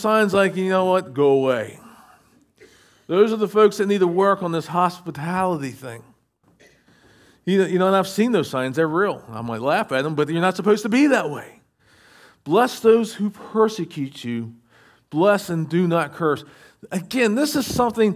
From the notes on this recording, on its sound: Recorded at Shenandoah Valley Baptist Church. SVBC Morning Service.